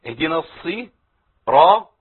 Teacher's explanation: يبقى الصاد عندي مشدده بالكسر وفيها طبعا تفخيم واطباق قويه